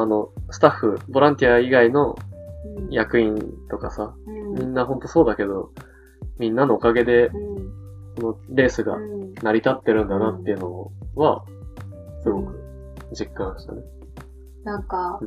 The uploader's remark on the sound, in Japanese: お酒を飲みながらのトークであることをお許しください。少しノイズが入ってしまっています。